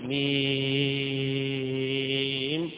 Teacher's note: تمد هذا الحرف ست حركات مدا طويلة، والحركة مقدار ما تقبض صبع واحد، أصبع واحد قبل ما تقبضه بهذه الحركة.